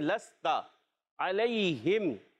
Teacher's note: علیہم میں یہاں پر یا ساکن سے پہلے زبر ہے، یا لین ہے، نرمی سے ادا کریں گے